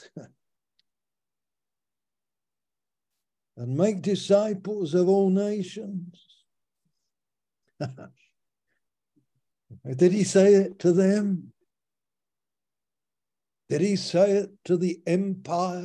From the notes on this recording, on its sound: Malaysia Meets (Zoom).